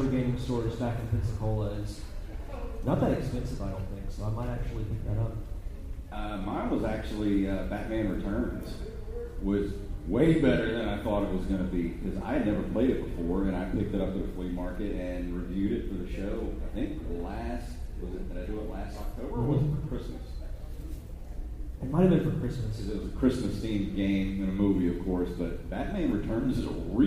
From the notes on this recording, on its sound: Live Panel from Gulf Coast Fan Fest 2018. Gulf Coast Fan Fest in Biloxi, MS.